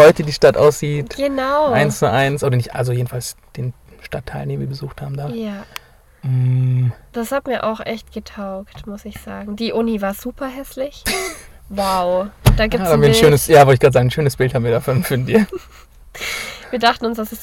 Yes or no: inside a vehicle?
yes